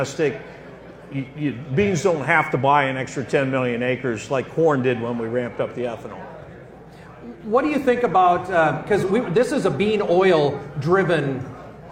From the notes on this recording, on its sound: This episode was taped in front of a live audience at the 2023 York Ag Conference in York, Nebraska.